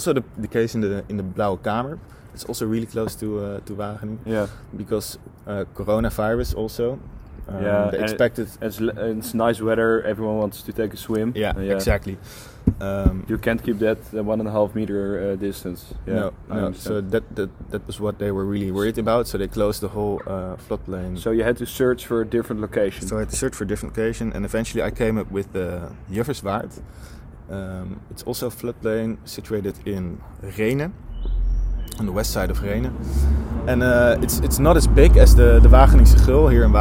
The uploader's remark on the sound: we did this outside, so you might hear cars passing